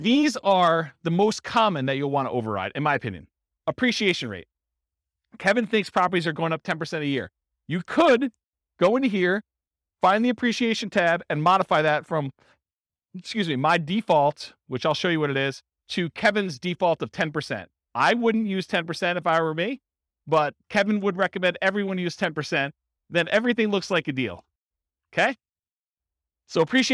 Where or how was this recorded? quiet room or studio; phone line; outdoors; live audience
live audience